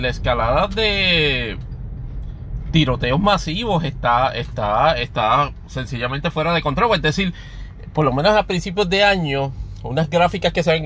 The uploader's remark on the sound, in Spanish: grabado desde la aplicación Anchor para Android